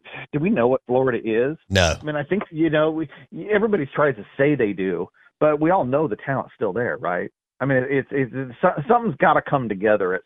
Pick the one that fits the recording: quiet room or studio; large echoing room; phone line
phone line